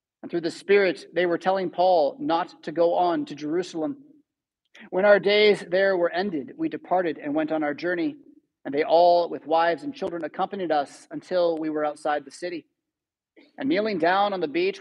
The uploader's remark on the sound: Preached at St Paul Lutheran Church , Rockford, Illinois on Sunday May 7, 2023.